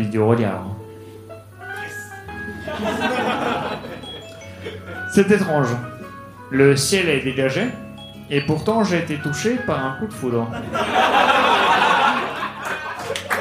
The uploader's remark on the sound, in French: Enregistré en direct et en public à la Soirée Froussin au One More.